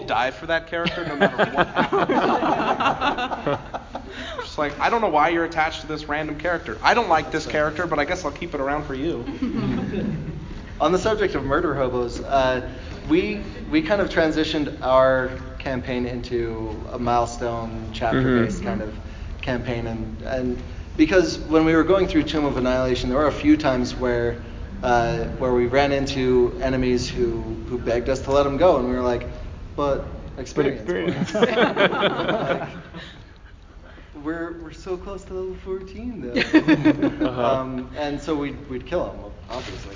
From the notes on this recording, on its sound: This is a the DM panel from Salt Lake Gaming Con!